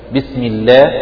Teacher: هذا في لام لفظ الجلالة، يعني تقول مثلا بسم الله، هنا اللام مرققة من لفظ الجلالة لأنها سبقت بكسر